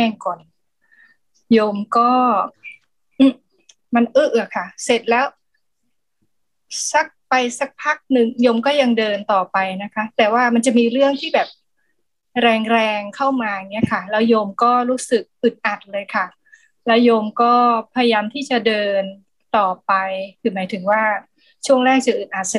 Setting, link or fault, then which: link, video call